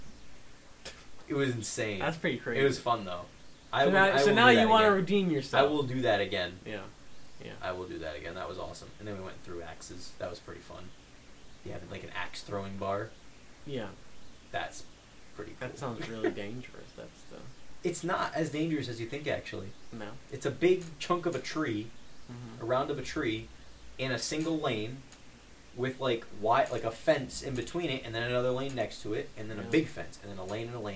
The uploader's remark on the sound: I know the quality isn't the greatest